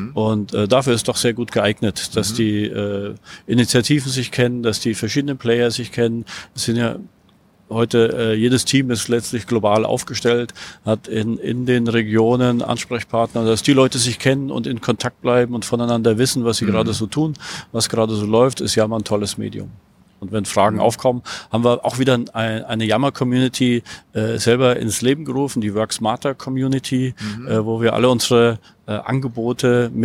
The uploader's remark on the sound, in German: Aufgenommen auf der European SharePoint, Office 365 and Azure Conference 2018 in Kopenhagen.